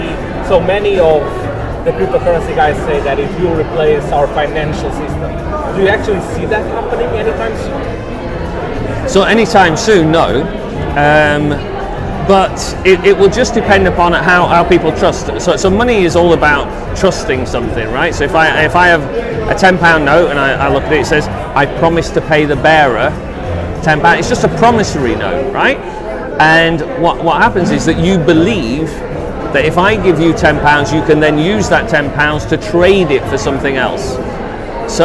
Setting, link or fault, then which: setting, busy venue